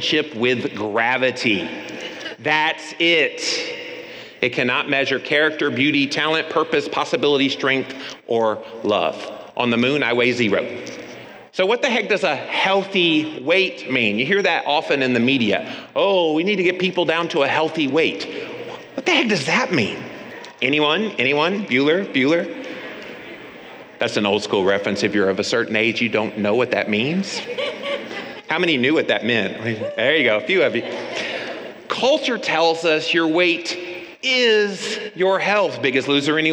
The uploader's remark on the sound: the audio of two recent lectures